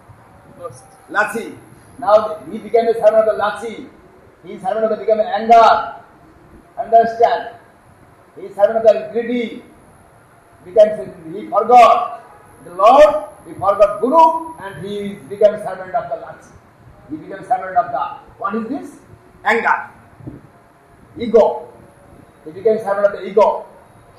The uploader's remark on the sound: a lecture given on 6 September 2010 in Sri Chaitanya Saraswat Math Nabadwip